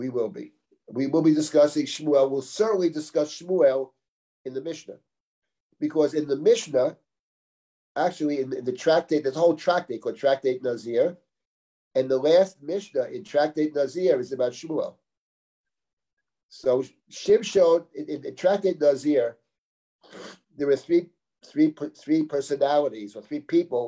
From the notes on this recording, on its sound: This audio was originally captured from Zoom